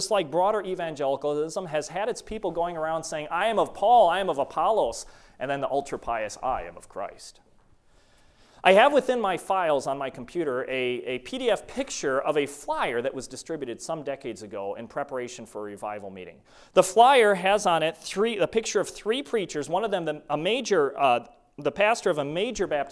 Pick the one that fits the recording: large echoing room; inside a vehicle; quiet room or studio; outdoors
large echoing room